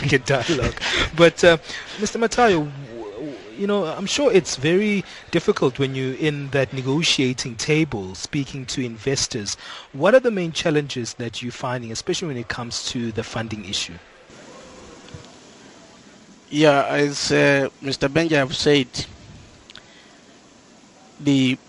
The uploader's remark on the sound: We continue our live broadcasting at the Second Annual Public-Private Dialogue Forum On Infrastructure Projects to be held in Rosebank, Johannesburg South Africa.